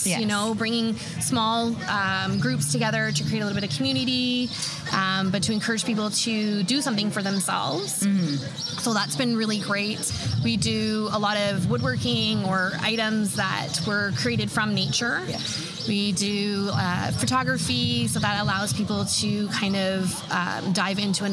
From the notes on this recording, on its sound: Terra Green Gardens Store in Amherstburg, Ontario. Today I sat down in the street outside the store during Open Air. It was great to be out amongst the people enjoying the sunny summer day.